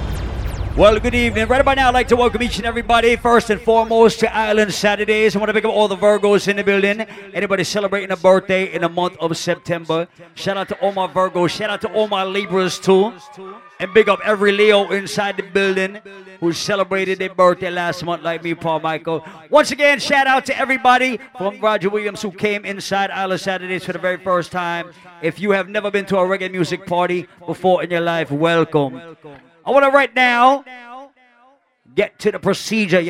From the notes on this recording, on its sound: Live audio! Live at Island Saturdays on Sept 9th.